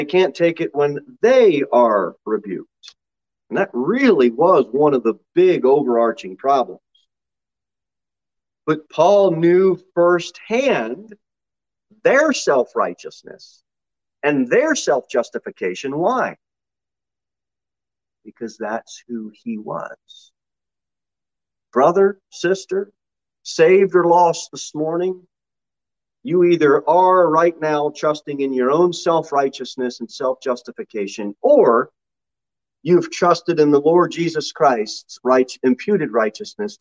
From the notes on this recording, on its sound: Sermon delivered at Pilgrim Baptist Church in Cookeville, TN. Jere Whitson Rd.